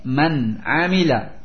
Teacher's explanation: dibaca jelas tanpa gunnah, ya, tanpa didengungkan, tanpa didengungkan, tanpa dipanjangkan, tanpa sakta. · Term: idhar halqi